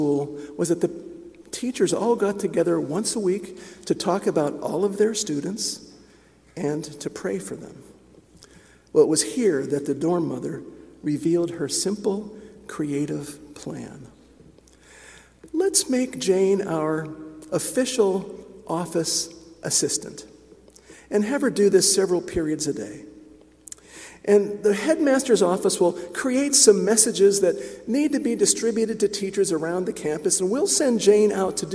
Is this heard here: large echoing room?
yes